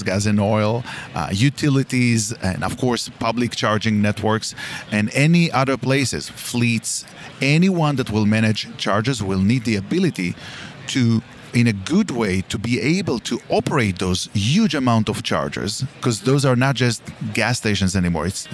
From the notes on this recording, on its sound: This episode was recorded on location at MOVE America 2023.